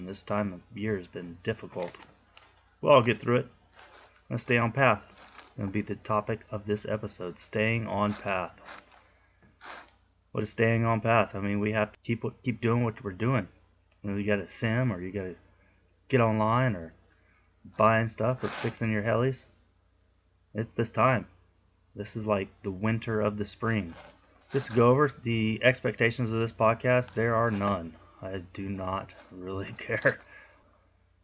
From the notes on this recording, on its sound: Audio has issues.